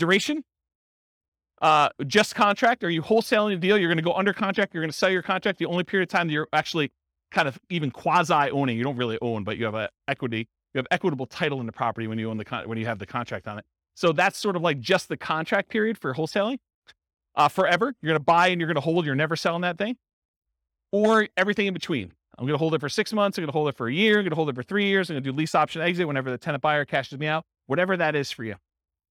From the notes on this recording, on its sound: This was a live class recorded to give investors a solid qualitative overview of all the different real estate investing strategies. Cape Coral, Florida.